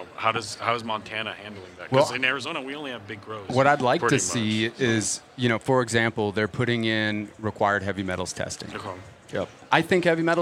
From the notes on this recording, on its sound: Recorded at MJBizCon 2023